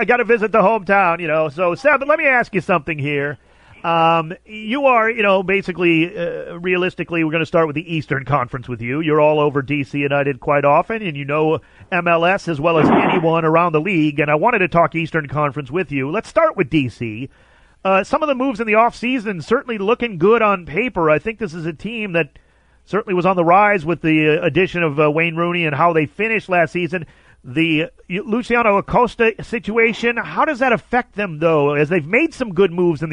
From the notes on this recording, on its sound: calls